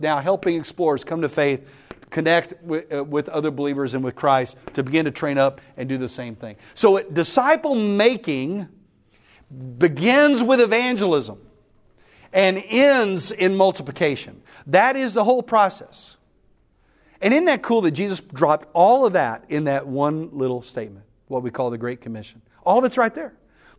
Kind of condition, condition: setting, live audience